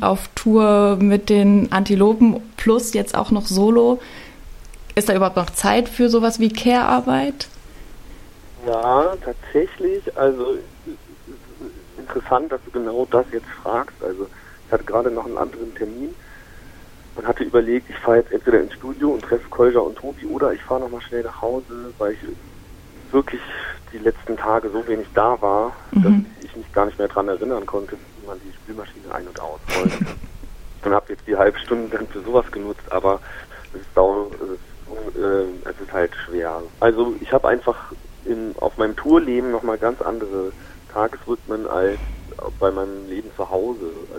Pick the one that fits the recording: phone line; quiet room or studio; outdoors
phone line